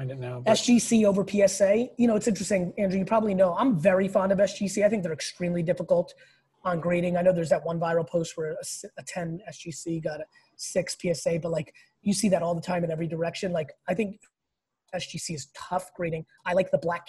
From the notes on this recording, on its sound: This episode is an exclusive Q&A that I did over the weekend on Zoom